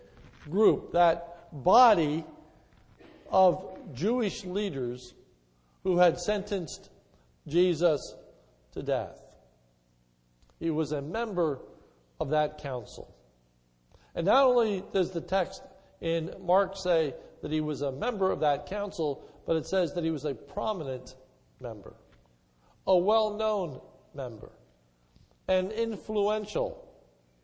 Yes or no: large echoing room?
yes